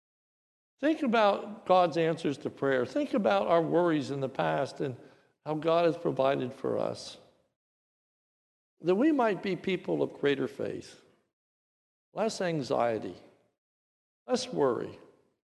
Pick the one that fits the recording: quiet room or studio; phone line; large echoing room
large echoing room